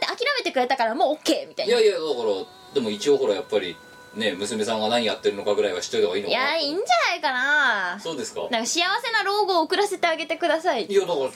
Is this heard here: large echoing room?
no